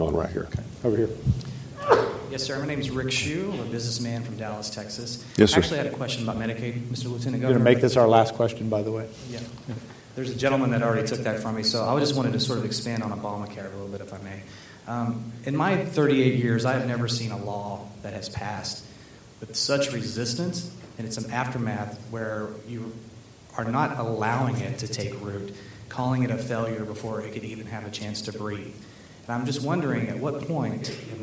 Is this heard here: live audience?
yes